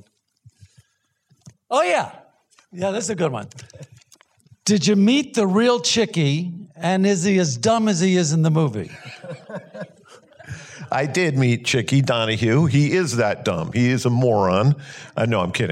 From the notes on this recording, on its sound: in a Q&A at the DGA theater in Los Angeles.